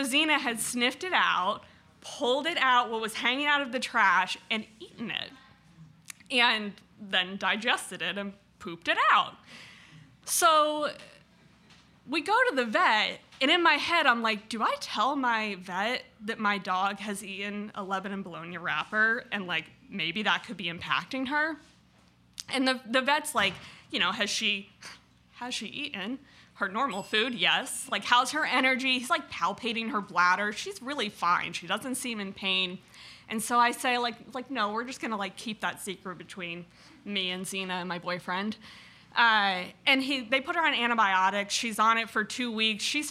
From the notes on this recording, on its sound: Where we feature select stories from our monthly open mic storytelling events in York, Pennsylvania. Twelve storytellers shared their stories with our audience at Archetype Pizza in downtown York.